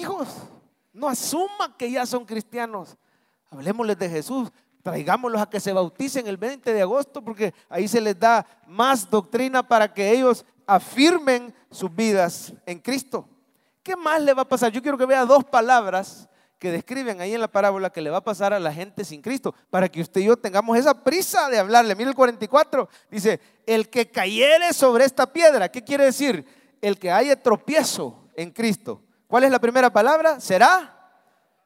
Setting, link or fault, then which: setting, large echoing room